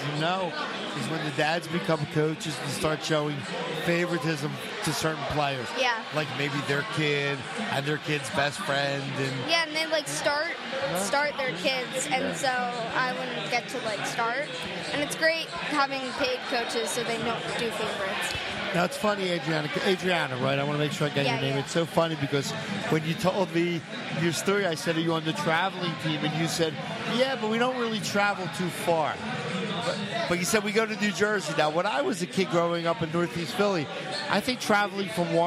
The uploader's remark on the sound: Vuvu Soccer was live at Villa Capri in Doylestown!